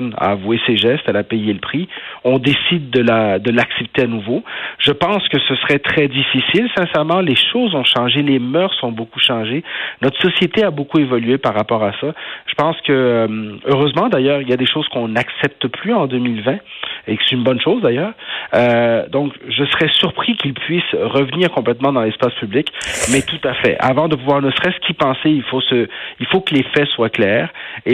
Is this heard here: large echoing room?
no